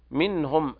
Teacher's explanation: منهم إظهار حلقي لوقوع الهاء بعد النون الساكنة